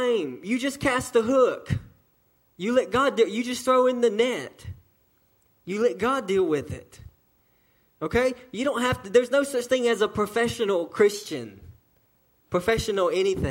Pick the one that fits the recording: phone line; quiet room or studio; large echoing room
large echoing room